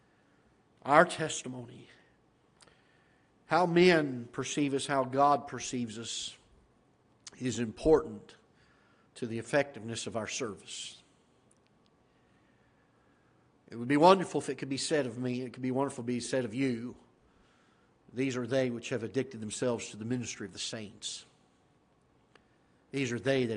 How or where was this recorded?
large echoing room